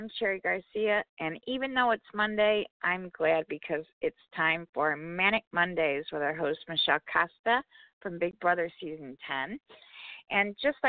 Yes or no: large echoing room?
no